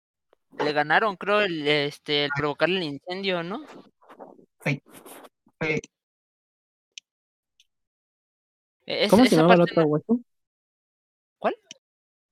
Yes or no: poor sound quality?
yes